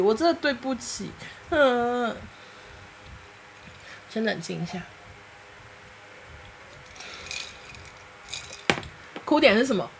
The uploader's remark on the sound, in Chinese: 由於擔心音質太差（其實還是蠻差的，電風扇開太大聲了，真的好熱！）。